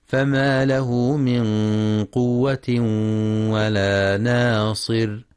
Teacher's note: ينتبه القارئ لمد الصلة الصغرى في فما له من، وللإخفاء الحقيقي في من قوة مع تفخيم الغنة، وكذلك ترقيق النون في ناصر، دون أن تتأثر بما جاورها.